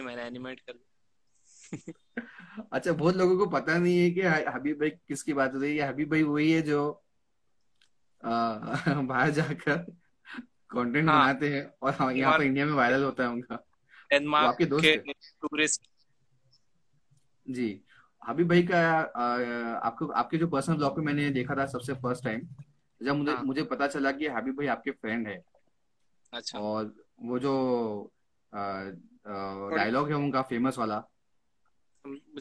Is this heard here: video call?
yes